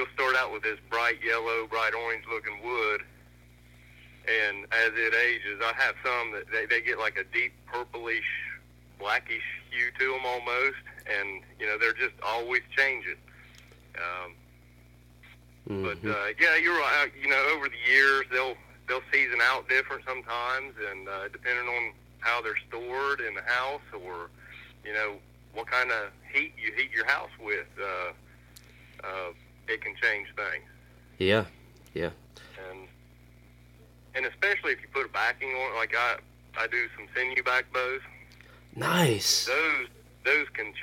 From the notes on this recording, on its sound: Burnt the phones lines to Southern Ohio.